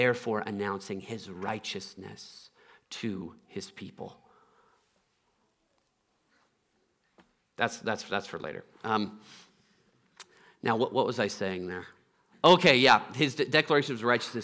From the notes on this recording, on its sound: Trinity Anglican Church Littleton, CO